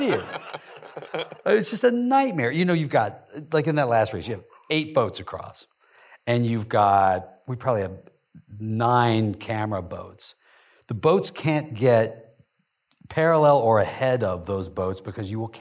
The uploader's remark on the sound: in a Q&A at the DGA theater in Los Angeles